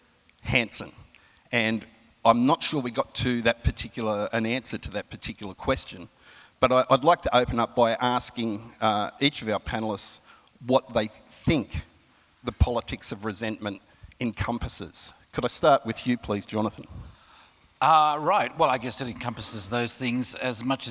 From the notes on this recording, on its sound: recorded at the 2017 Newcastle Writers Festival